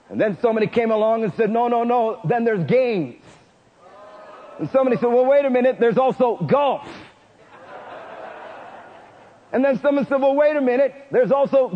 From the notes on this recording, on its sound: Preached in Prescott Winter Conf.